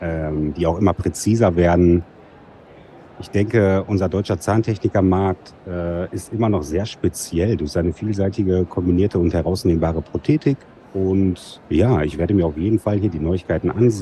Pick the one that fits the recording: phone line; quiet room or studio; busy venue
busy venue